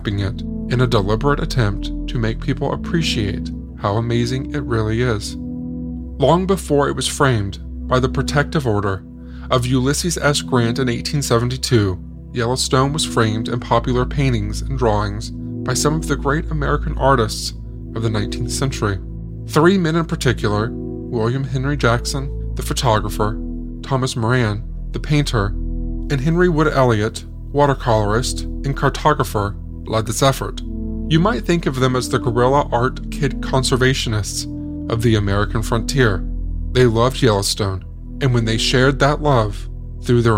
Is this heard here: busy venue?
no